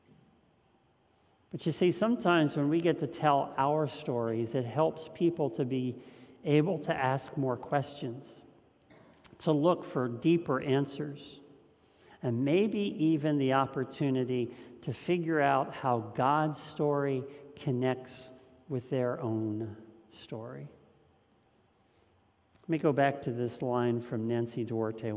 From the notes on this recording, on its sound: This message was first preached on March 7th 2021 at Linglestown Life Church in Harrisburg PA.